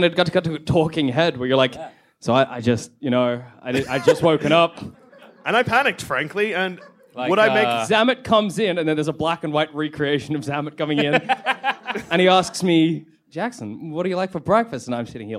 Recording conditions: live audience